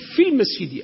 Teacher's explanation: لا ياء إطلاقا في نطقك. عندما تقول في المسجد أو إلى المسجد أسقطت الياء نطقا وإن لم تسقطها كتابة، فأنت أثبتها كتابة لكن هي عمليا مسقطة محذوفة حكما لأنها اجتمعت ساكنة الياء مع حرف ساكن بعدها، هي ساكنة واللي بعده ساكن تسقط.